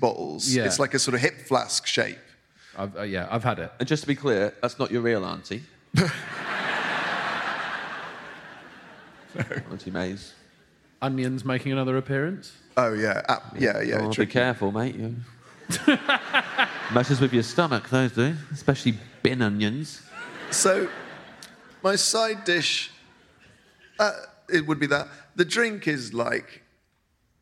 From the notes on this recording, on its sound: Live at the Bristol Hippodrome. Live in Bristol.